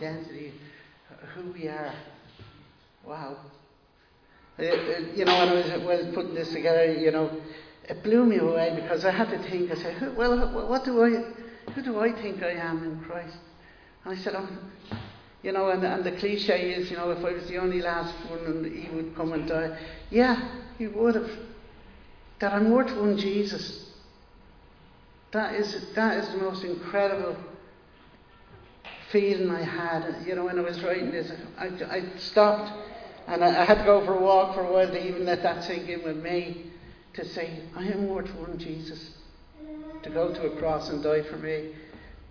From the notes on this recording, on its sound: Recorded live in Liberty Church on 12 June 2022.